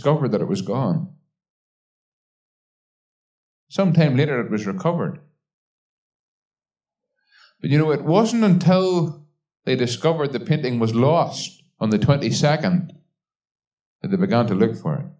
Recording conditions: large echoing room